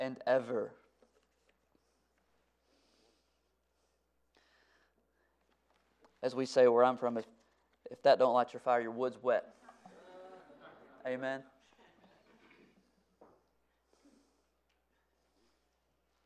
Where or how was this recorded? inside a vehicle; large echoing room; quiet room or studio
large echoing room